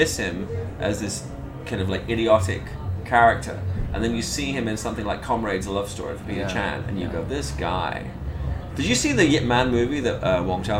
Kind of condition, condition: setting, busy venue